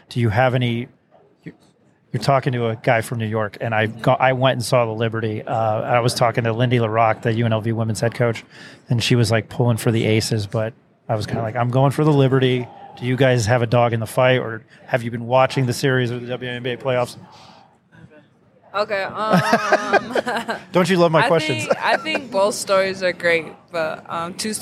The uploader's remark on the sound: at Mountain West Conference women's basketball media days